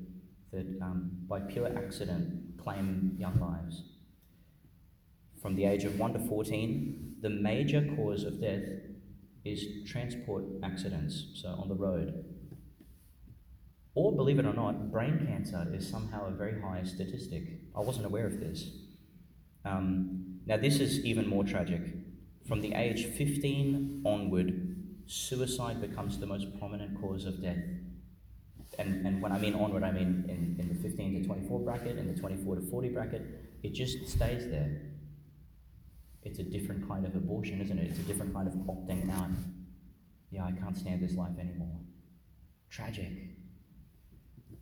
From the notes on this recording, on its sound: Homily for the Feast of the Holy Innocents (Wednesday in the Christmas Octave), delivered at Our Lady Star of the Sea Church, Gladstone, Qld.